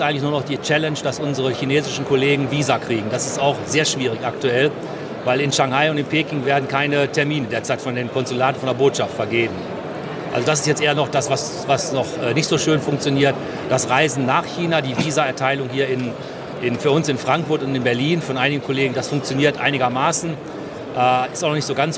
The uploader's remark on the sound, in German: Live Interview auf Hannover Messe 2023